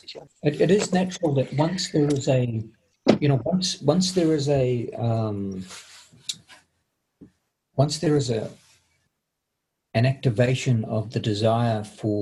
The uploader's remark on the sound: Latest Zoom meeting.